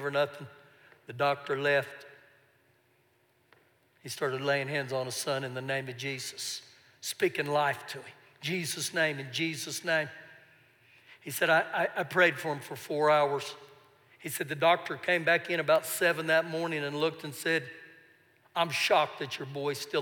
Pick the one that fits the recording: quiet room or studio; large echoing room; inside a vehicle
large echoing room